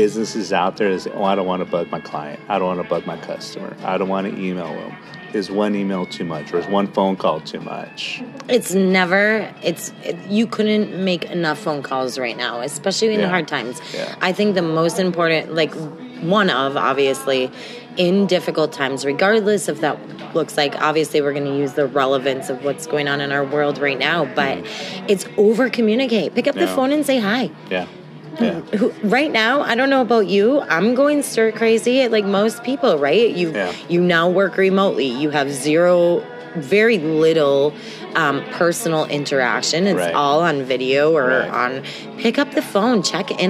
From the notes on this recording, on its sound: "Live" from the Arizona Sands Club in Tucson AZ